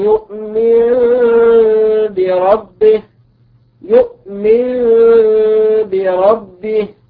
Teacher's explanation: يؤمن نون ساكنة أتى بعدها حرف الباء فوجب الإقلاب فصارت يؤمن بربه.